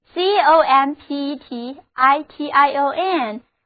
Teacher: 重音放在第三个音节上